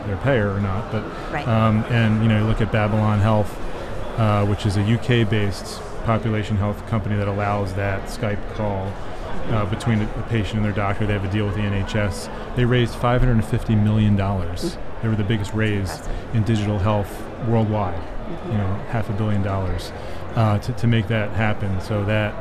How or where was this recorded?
busy venue